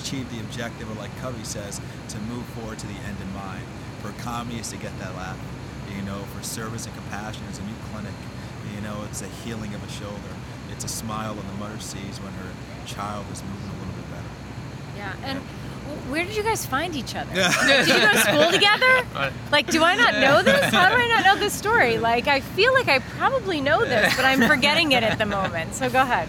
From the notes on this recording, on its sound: LIVE from the Ascend Conference in Washington DC